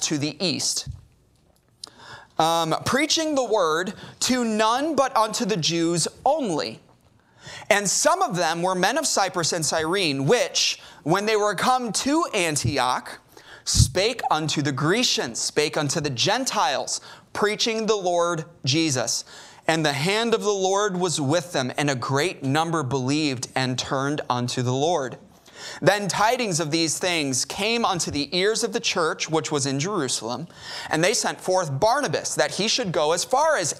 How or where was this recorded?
large echoing room